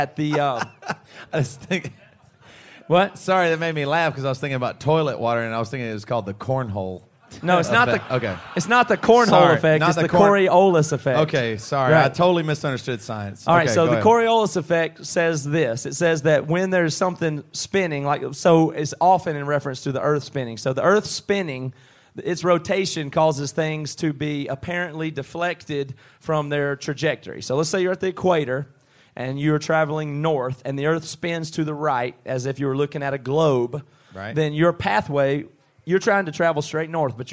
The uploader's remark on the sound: Live From a Pub in Toowoomba, Australia.